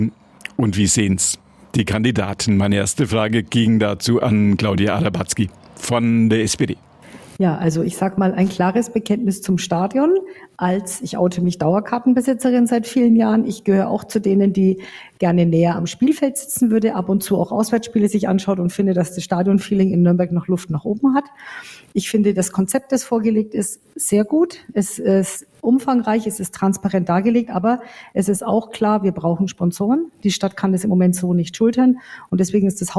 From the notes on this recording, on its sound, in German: Ausschnitte einer Podiumsdiskussion im Nürnberger Presseclub